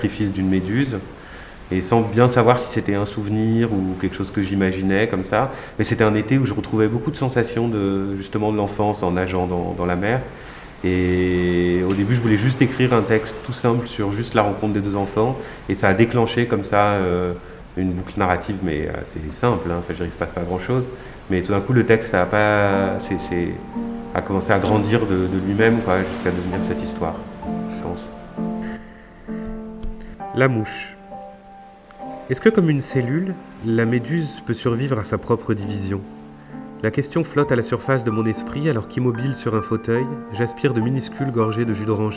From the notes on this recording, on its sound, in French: en musique, en mots, sur une plage de Rosny-sous-Bois, à l'occasion du festival Hors limites 2021